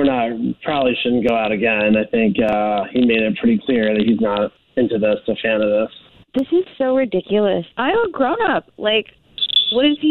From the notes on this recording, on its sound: talks with listeners on text and the phone